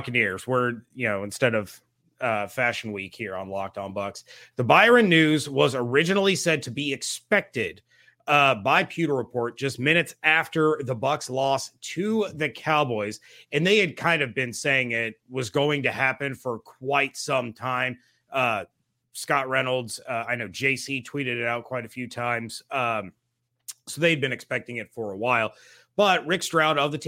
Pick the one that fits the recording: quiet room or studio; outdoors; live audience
quiet room or studio